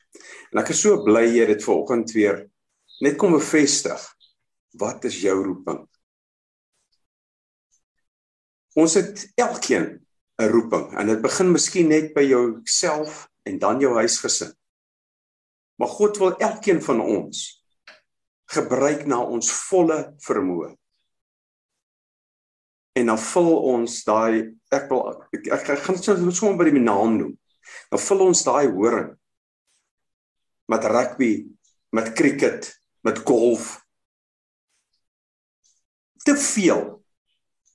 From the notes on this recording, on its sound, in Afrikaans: Manne van die Woord Zoom Byeenkoms